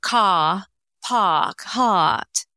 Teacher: the R dropping in British English. So, you know, caw, park, heart, instead of heart, park, and car.